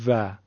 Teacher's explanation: حرف واو ما در فارسی میگیم و و لب پایین رو به دندونهای بالامون میزنیم